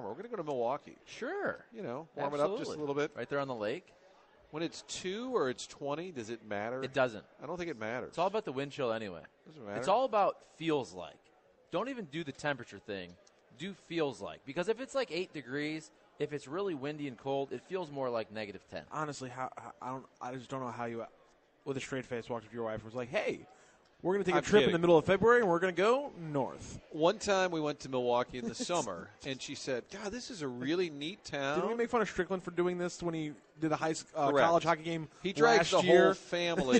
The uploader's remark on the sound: broadcasting live from the STL Golf Expo